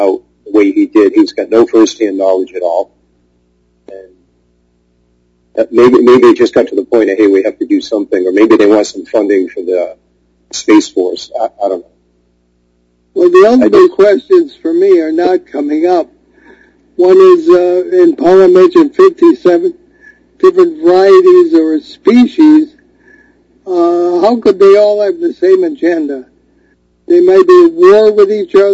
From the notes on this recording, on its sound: In a show fraught with odd technical glitches